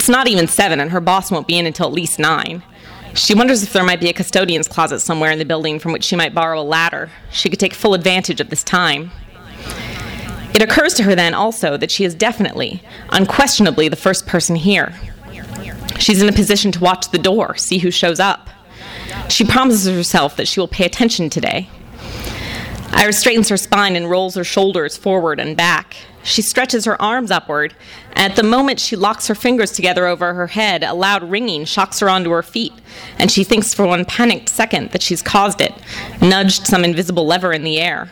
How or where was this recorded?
live audience